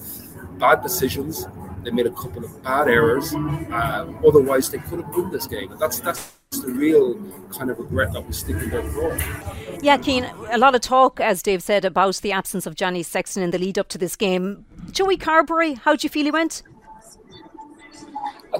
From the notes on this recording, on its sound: The Left Wing LIVE. Live from the Stade de France.